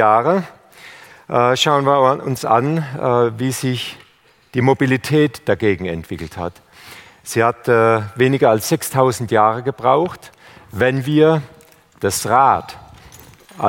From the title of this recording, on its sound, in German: beim auto motor und sport Kongress 2019